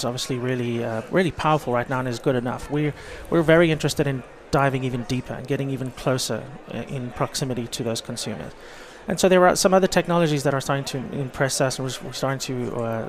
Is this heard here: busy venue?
yes